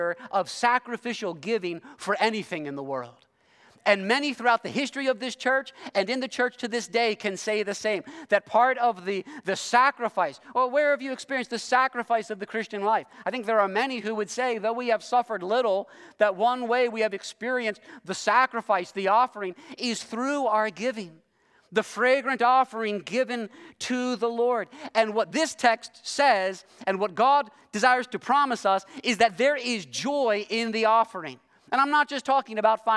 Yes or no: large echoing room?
yes